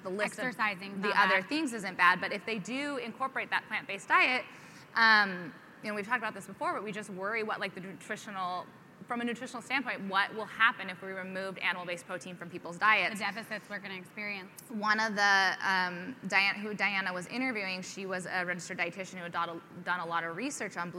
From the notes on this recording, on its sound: LIVE FROM PUERTO RICO! Going LIVE from the American Farm Bureau Convention in Puerto Rico. Live Q &.